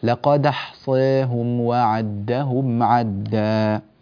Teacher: صي هذه إمالة، لا تقرب من الإمالة أكثر، وإنما اكتفي فقط بدرجة التقليل الصحيحة